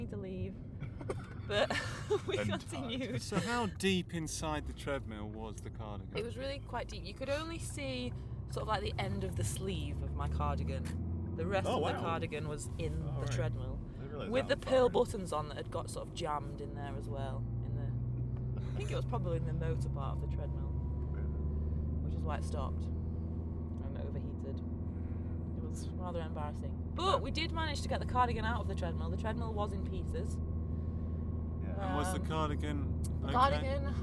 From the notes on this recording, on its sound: Teacher Talk - In a Car. Teachers car sharing a ride to and from school each day and recording their chats as they put the world to rights.